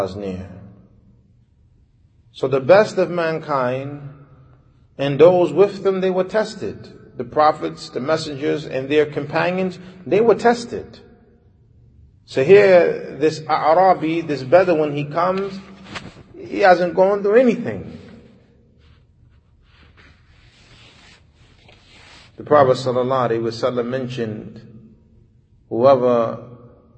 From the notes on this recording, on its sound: Lecture given Masjid Nur Allah, Queens, Ny